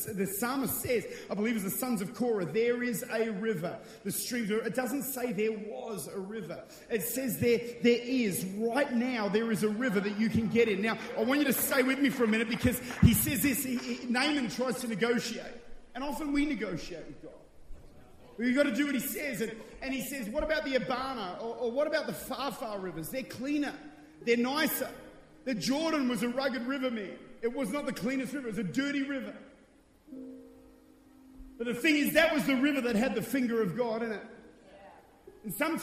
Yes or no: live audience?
yes